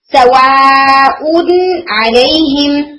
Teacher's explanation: نون کیا ہو جاتا ہے؟ مظہر، یعنی پرومیننٹ ہو جاتا ہے، نون کلیئرلی پڑھا جاتا ہے · Term: اظہار